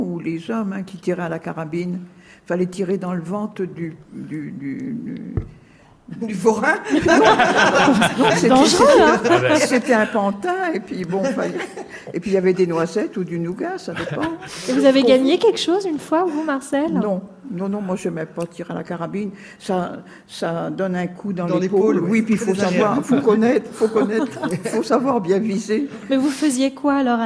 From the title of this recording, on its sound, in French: Radiolab est en direct de l’EHPAD de Charny Orée de Puisaye